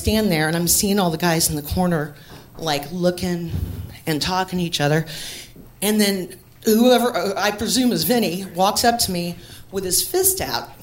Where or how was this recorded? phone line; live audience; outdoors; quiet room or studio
live audience